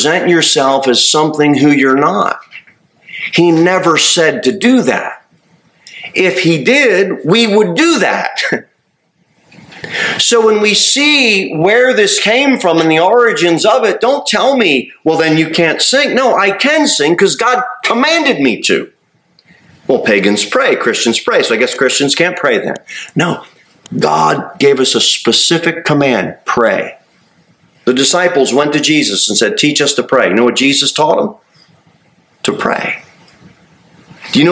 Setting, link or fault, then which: setting, large echoing room